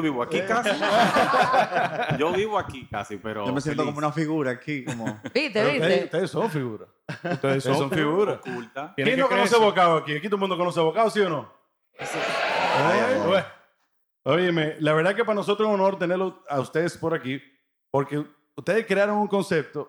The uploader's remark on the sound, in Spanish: Estar frente a un público en vivo en el Seminario Annual de Crecimiento Humano y Profesional de la PJU (Pastoral Juvenil Universitaria) de la PUCMM, en Santiago.